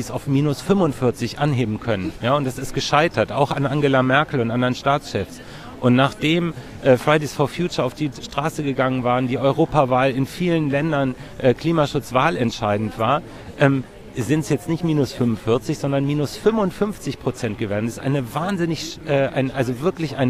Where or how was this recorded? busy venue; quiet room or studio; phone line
busy venue